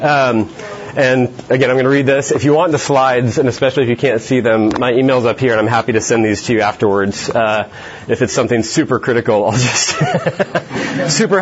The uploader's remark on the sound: This podcast is one of several workshops from Exponential’s Global 2023 Conference in Orlando.